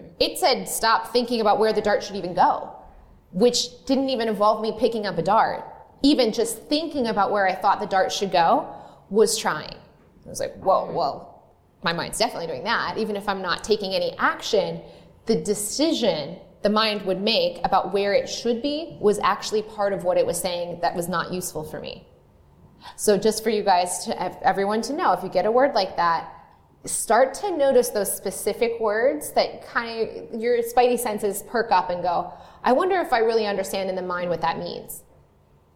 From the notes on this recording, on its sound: We worked with a live studio audience of 140 Lively Show listeners in Pittsburgh.